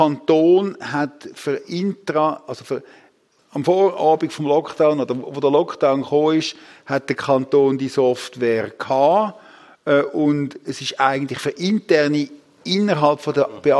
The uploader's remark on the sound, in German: Im Live-Podcast im Dolder Grand in Zürich